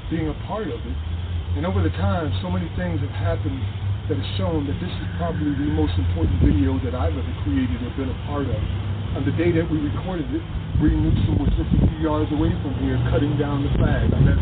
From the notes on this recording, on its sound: In Columbia SC at the capitol building. This was the same day and same place Bree Newsome cut the confederate flag down just yards away. The monument we recorded at is one of the few in America dedicated to the history of the African Diaspora.